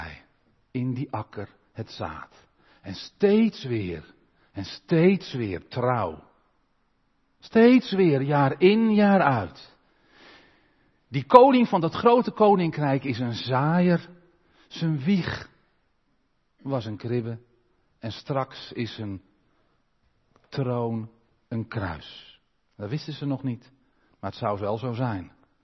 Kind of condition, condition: setting, large echoing room